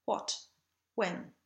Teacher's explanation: At the very beginning of the text, we find the upside down W glide in the words what and when. This consonant is the unvoiced pair to the W glide, which is built on a lowercase u, oo. When it's unvoiced, that doesn't mean that we need a big puff of air, so we aren't really saying what.